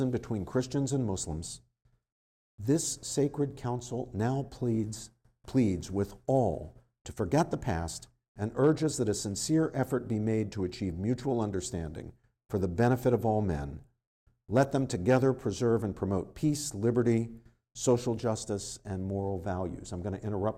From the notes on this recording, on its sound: This lecture was given on September 28th, 2023, at Georgetown University.